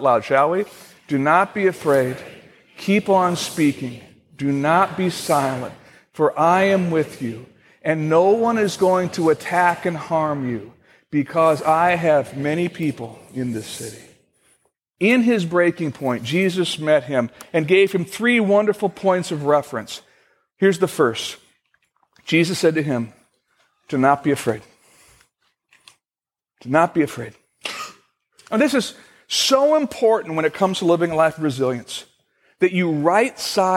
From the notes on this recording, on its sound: Originally recorded on May 10, 2015, at Fellowship Missionary Church in Fort Wayne, IN.